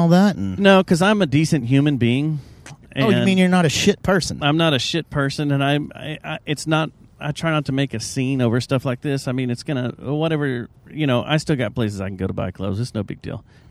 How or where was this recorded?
inside a vehicle